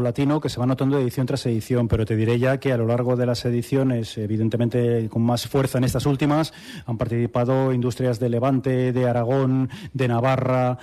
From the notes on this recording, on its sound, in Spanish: Emitido por la SER desde el Centro Cultural Miguel Delibes. En una gala que llenará el Auditorio del Centro Cultural Miguel Delibes.